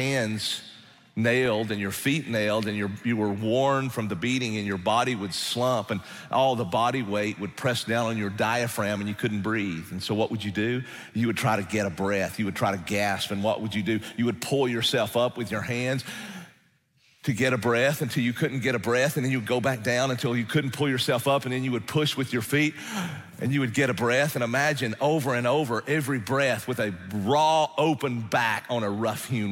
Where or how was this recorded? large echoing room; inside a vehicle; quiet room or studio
large echoing room